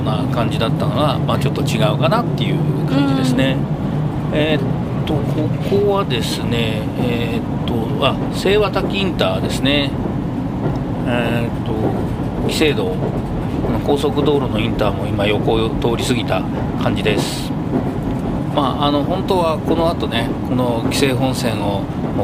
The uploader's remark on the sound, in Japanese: 実車収録 HC85系で紀伊長島まで行って来ました！